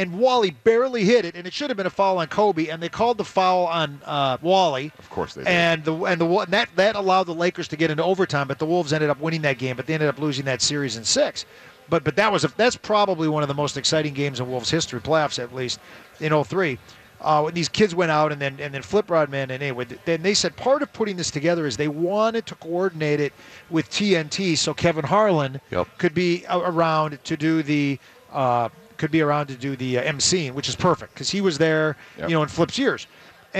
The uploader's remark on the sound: live from the Venture Bank Minnesota Golf Show